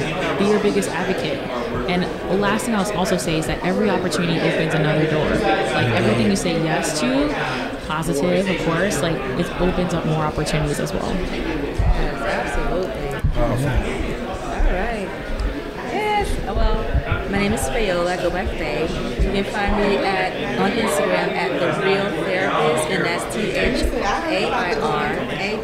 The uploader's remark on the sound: This is one action packed hour live from Thee Black Hallway reported live at Podfest 2024 for the 10th anniversary in Orlando.